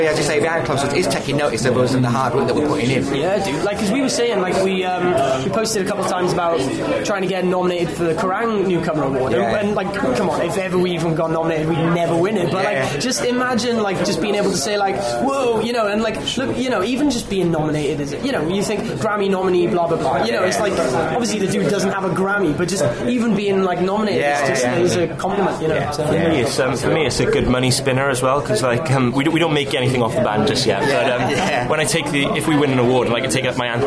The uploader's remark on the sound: at Slam Dunk Festival - North 2018